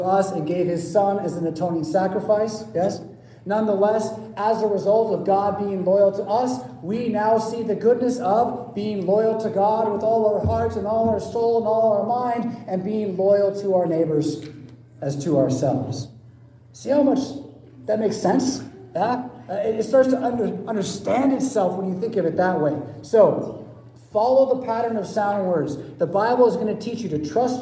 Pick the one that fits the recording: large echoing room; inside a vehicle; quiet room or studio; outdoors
large echoing room